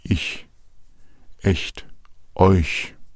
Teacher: das vordere CH, dieses Ch, das sprechen wir immer dann, wenn davor ein heller Vokal steht. Also in dem Fall ein E, ein I oder auch die Umlaute wie EU, ich, echt, euch.